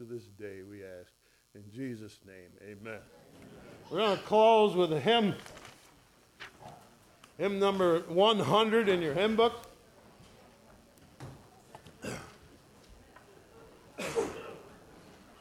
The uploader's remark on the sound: ESCBC Easter Morning Second Service recorded on 04/09/2023